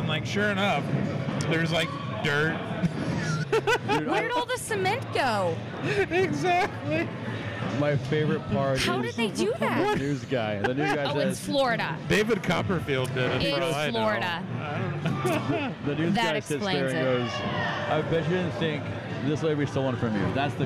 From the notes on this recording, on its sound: live from the floor of Free Play Denton